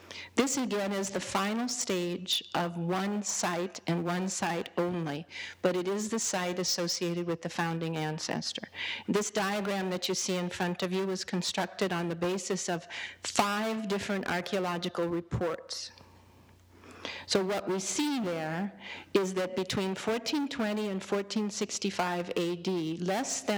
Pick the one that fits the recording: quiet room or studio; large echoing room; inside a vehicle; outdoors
large echoing room